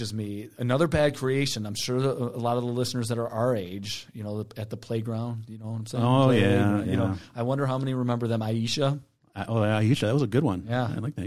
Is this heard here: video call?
no